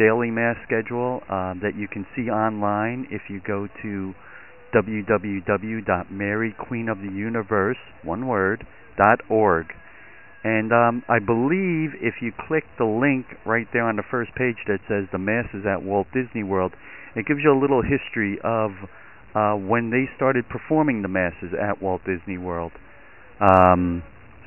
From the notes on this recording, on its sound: we have a lot of listeners who called in from the Magic Kingdom